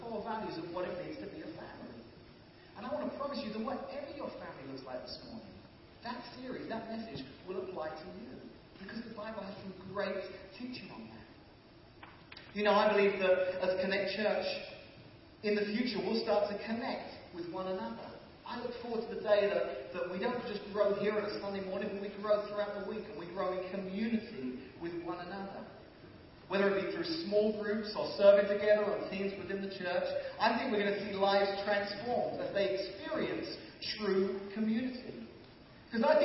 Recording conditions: poor sound quality